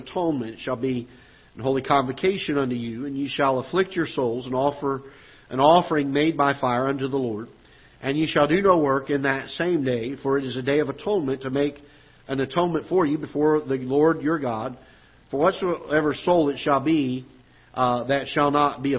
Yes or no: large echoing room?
yes